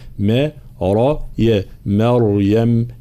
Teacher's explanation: كلمة مريم ترقيق الميم وتفخيم الراء ثم ترقيق الياء ما را يا مريم هكذا.